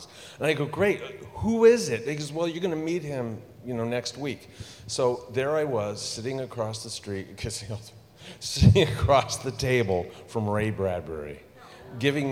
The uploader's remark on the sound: Live from Midsummer Scream 2022. This was a 90-minute presentation featuring talented musicians.